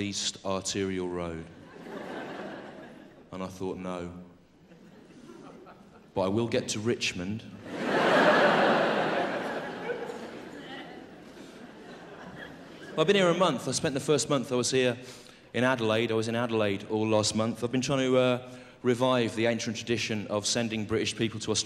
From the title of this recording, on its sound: 2000 Melbourne International Comedy Festival Gala